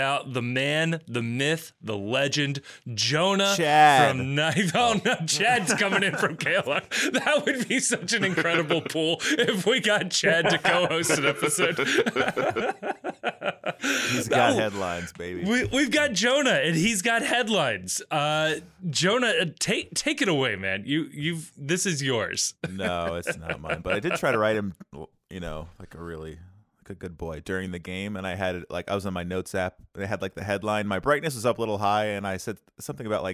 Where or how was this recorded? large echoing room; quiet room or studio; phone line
quiet room or studio